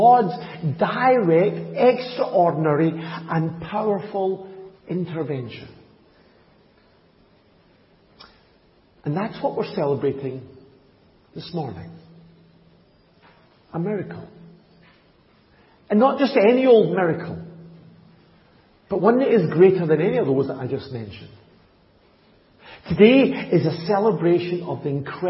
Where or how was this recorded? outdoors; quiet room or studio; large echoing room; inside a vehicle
large echoing room